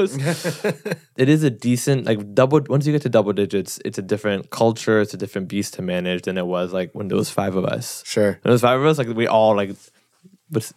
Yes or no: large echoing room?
no